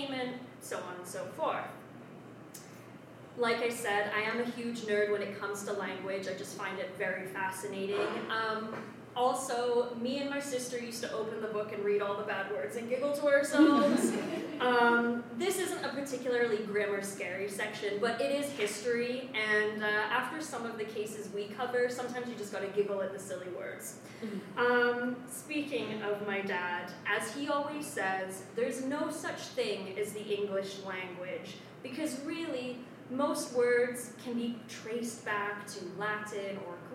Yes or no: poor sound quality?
yes